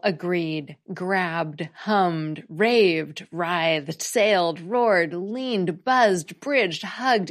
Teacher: It's pronounced as a d when the base word ends in a vowel or a voiced consonant.